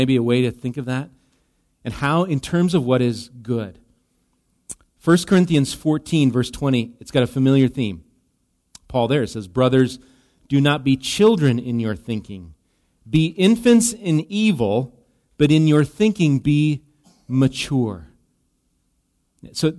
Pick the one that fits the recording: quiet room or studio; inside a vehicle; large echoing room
large echoing room